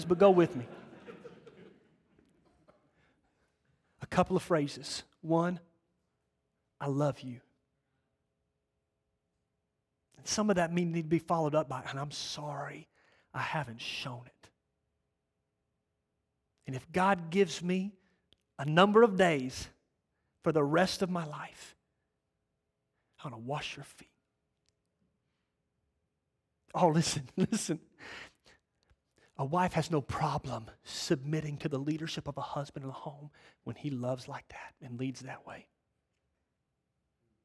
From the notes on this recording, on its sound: the 2nd message from our Awakening Men's Conference